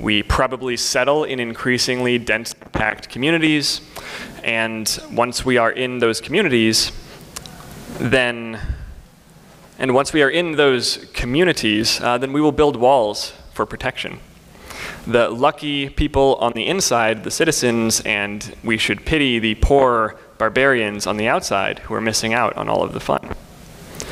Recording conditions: live audience